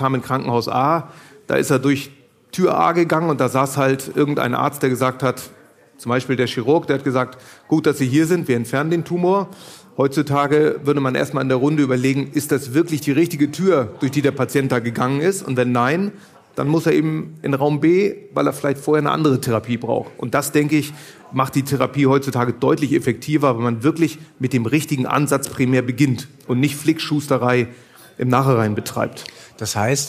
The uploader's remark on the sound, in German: live vor Publikum aufgezeichnet